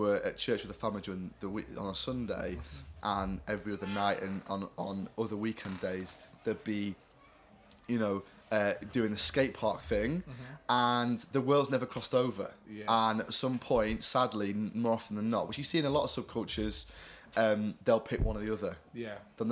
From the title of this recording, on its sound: LIVE from CreationFest 2015